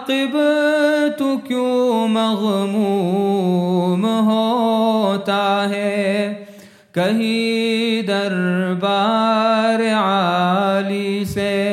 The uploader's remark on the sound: at the Houghton Masjid (West Street)